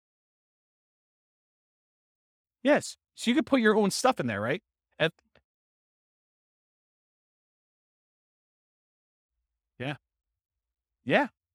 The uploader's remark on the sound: This was a live class recorded